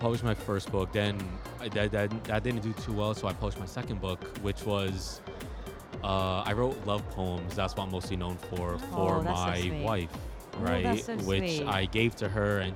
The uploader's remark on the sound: Live from SIBF 2023.